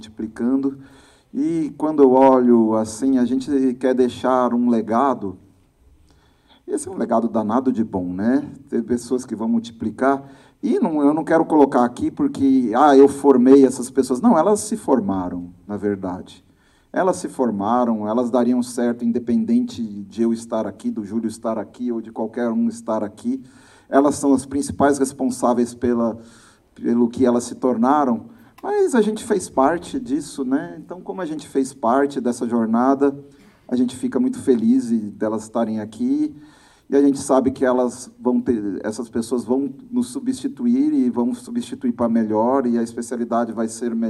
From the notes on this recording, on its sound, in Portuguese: Este é um episódio especial – aconteceu ao vivo no primeiro congresso Emergência USP.